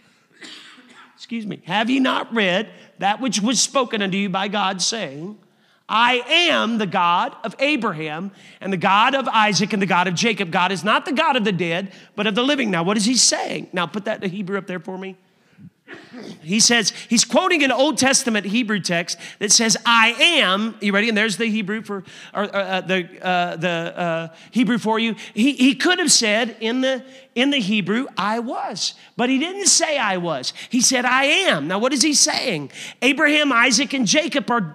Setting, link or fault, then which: setting, large echoing room